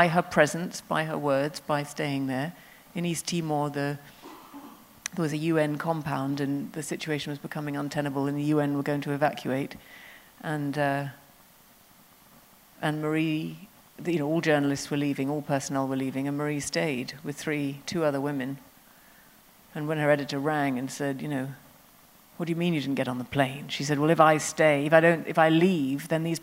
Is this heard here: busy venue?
yes